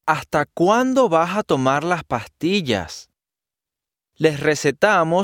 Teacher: Notice also that in some parts of the Hispanic world, in rapid speech, the s sound becomes aspirated at the end of a syllable or word